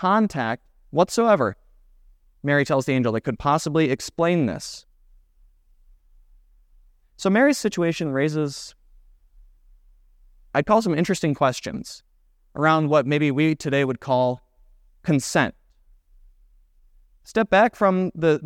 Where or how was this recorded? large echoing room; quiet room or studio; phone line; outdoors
large echoing room